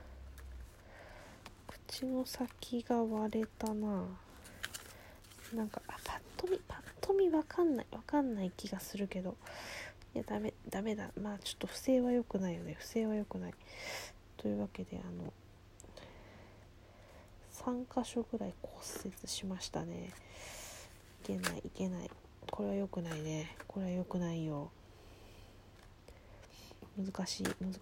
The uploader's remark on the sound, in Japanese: 作業し乍らの為、雑音多目です